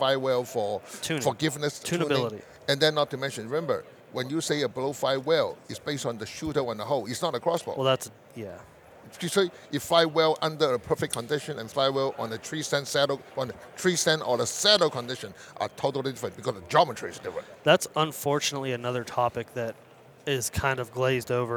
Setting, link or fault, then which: setting, busy venue